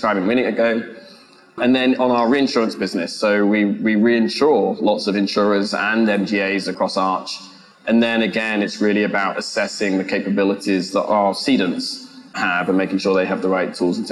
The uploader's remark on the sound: on a panel at ITC Vegas 2022